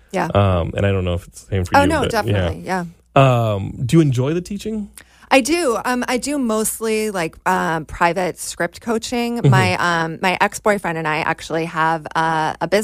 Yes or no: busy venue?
no